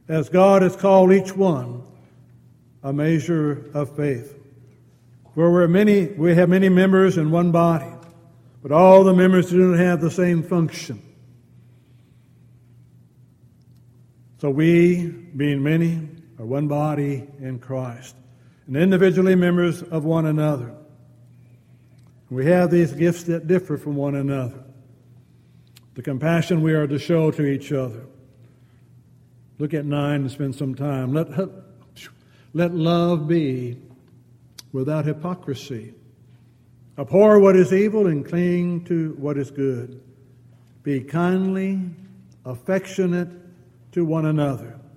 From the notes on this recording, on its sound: Downtown Church Of Christ Audio Sermon